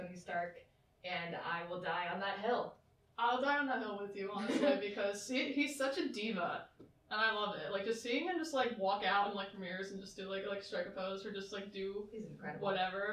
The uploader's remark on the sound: We did have a few technical difficulties with the audio of this episode